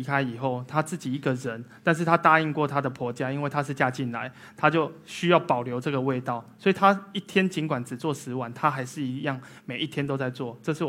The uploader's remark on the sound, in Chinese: 一席现场